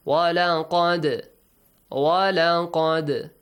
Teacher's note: Pronounce the dal with an echoing sound. · Term: Qalqala